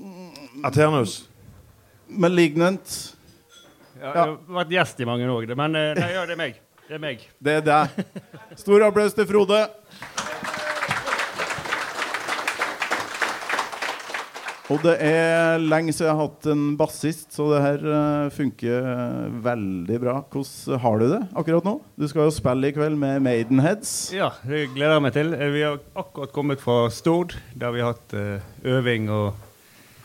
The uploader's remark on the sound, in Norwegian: Live fra Kopervik